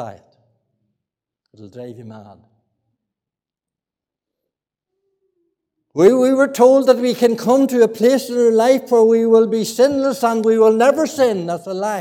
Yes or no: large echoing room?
yes